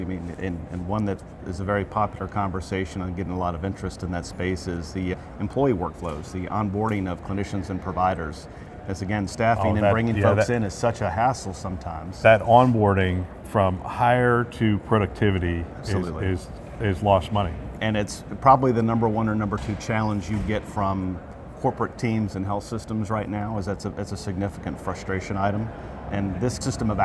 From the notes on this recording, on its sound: an Interview in Action live from ViVe 2023